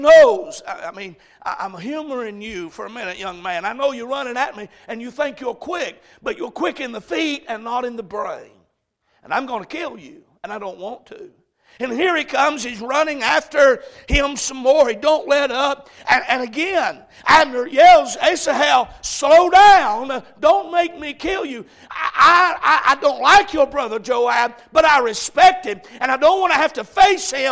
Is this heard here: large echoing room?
yes